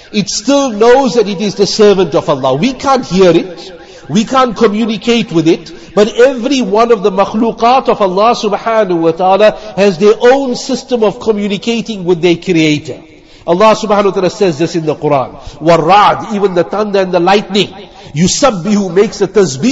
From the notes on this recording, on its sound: Jumuah lecture at Avondale Musalla 13 Jan 2023